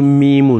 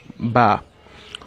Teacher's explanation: the point of articulation for both ميمو and باون is on the lips If you want to say mimun, you have to use your lips, your both lips.